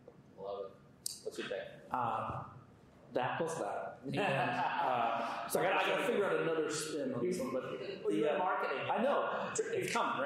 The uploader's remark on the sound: Audience Q&A